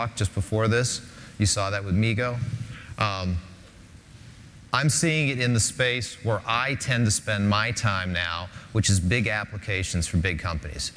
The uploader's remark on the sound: Linuxtag10. In this keynote presentation.